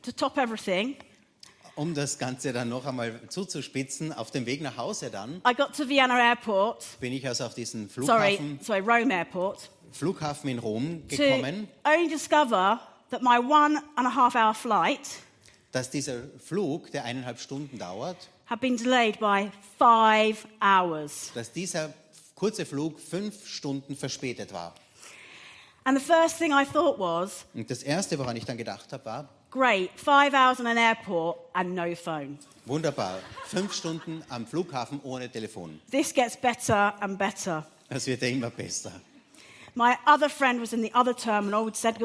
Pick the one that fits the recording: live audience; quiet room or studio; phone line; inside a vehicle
live audience